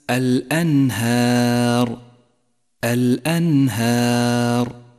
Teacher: رققت لأنها مسبوقة بحرف مرقق وهو الهاء، والألف تتبع ما قبلها في الترقيق والتفخيم.